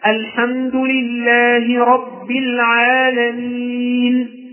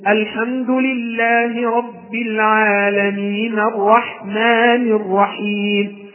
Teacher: أنت تسكت على النون في كلمة العالمين بالسكون · Shown in: first take · Term: سكونا عارضا